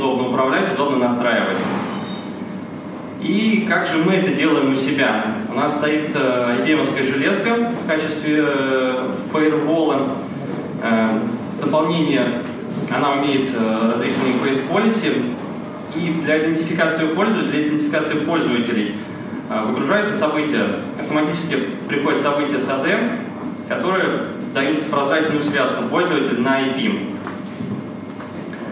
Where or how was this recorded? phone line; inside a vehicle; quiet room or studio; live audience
live audience